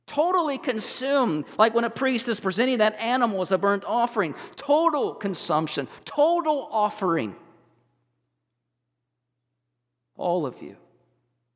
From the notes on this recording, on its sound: recorded on 03/19/23 at First Baptist Church in Mount Washington, KY